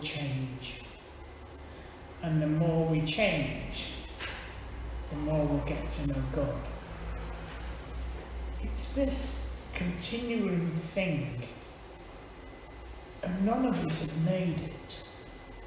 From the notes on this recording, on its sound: Teaching at Withington Christian Church